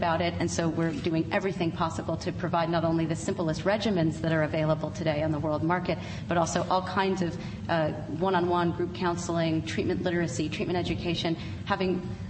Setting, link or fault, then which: setting, large echoing room